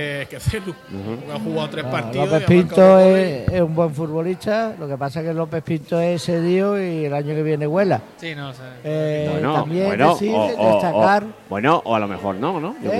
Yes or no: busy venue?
yes